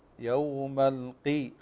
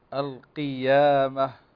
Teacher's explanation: القاف هنا مكسورة فنحقق الكسر يوم القي، فلا بد أن يعني الفك ينحدر للأسفل